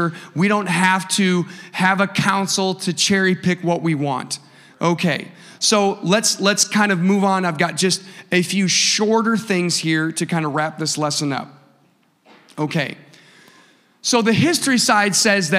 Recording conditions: large echoing room